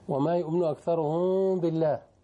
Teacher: وما يؤمن أكثرهم بالله، الميم عند الباء إخفاء شفوي، منكز على الشفتين، ما يقولش ما يؤمن أكثرهم، لا خلي فيه فراش قريب للشفتين، وتقول طلع الغنى مخشون.